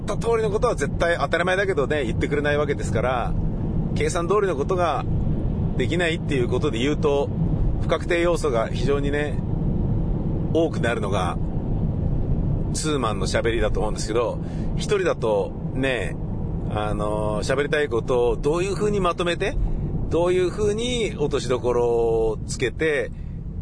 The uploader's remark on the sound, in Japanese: イベント終了後の帰り道の車の中でのぶつぶつ独り言です。